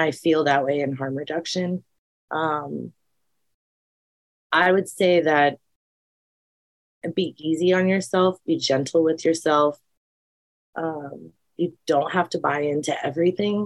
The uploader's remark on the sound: Recorded 4.26.2023 in Raleigh, NC and Tulsa, OK on Zoom